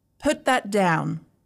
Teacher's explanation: This is falling intonation because I'm giving a command with confidence.